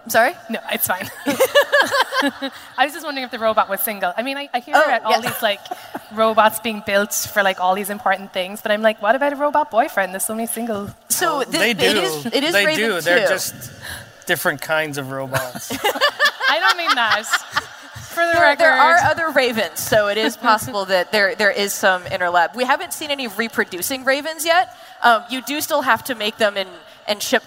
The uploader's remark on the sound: StarTalk Live! from Future Con